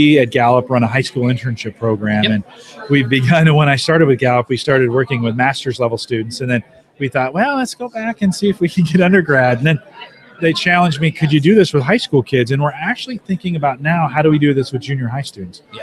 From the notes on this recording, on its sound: We are live from the Heartland Developer Conference in Omaha, Nebraska or HDC15.